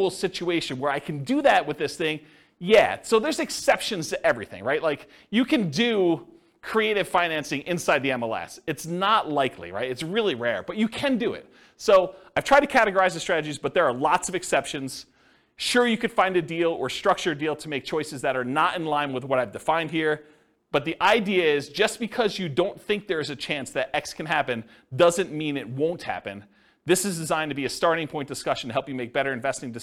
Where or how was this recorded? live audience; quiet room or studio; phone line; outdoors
live audience